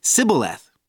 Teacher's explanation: The men of Gilead would ask them to pronounce the word Shibboleth, but the Ephraimites could not pronounce the sh sound, so they said Sibboleth